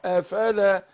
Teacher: لكن احنا عايزين نثبت الالف اللي بعد اللام. اقول افلا، نديله المد الطبيعي بتاعه افلا، همزه استفهاميه دخلت عليه، اقول افلا.